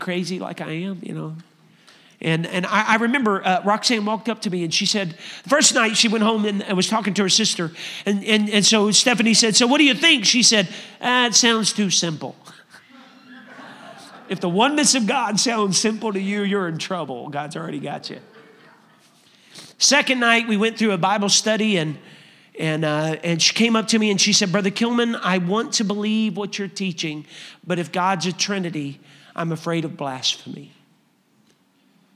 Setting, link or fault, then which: setting, large echoing room